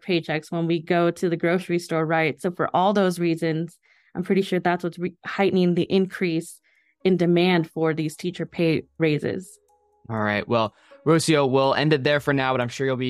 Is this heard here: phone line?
no